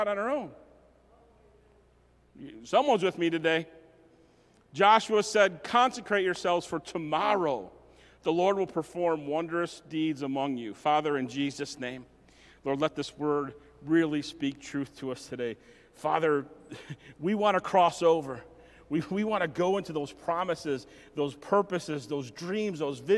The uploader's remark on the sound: message recorded at Southtowns Christian Center